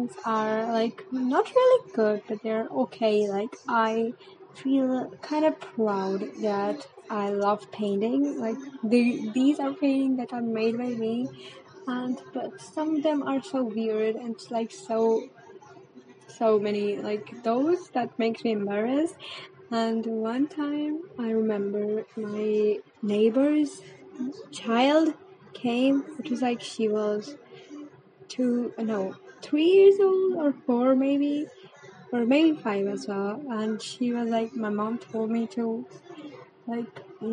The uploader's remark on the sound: ignore the background noises if u can hear them and do raise up ur volume a little bit